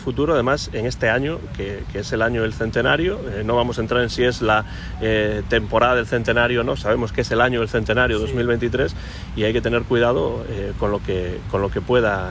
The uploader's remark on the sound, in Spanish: Programa grabado en la Playa de Samil, en Vigo.